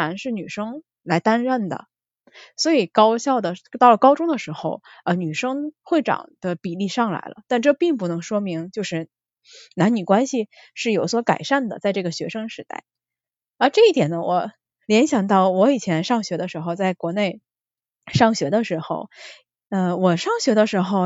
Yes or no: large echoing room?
no